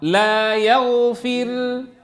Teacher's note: قفوا عليها بالإسكان، الراء مرققة